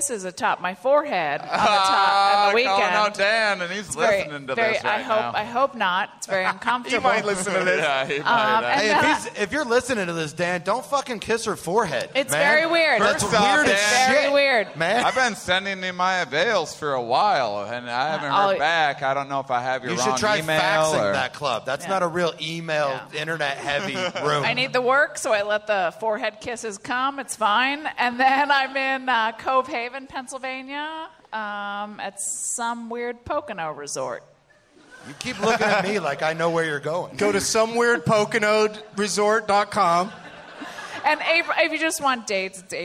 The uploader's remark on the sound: Live from the Tempe Improv in Tempe, Arizona